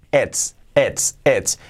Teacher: Importante que la t la marquemos, que no digamos es, no. Esa T hay que marcarlo.